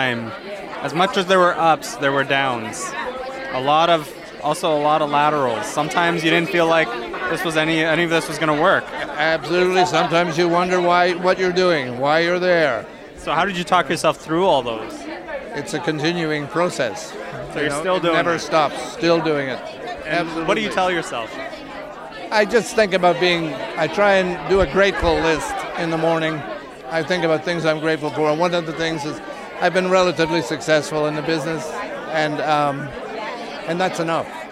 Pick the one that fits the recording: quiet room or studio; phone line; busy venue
busy venue